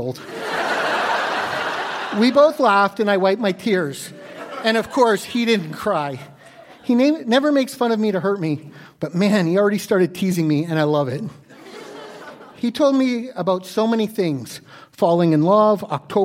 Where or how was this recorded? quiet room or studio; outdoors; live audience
live audience